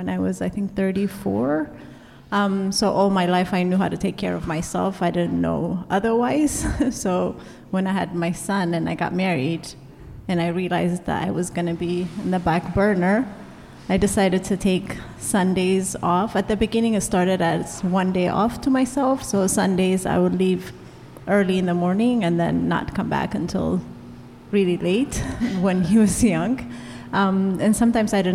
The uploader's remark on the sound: This is another between-seasons bonus episode that I produced in collaboration with At Her Table , a weeklong food festival that celebrates women. I sat down at There Does Not Exist brewery for a live recording of the Consumed podcast featuring a panel of mothers in the hospitality industry.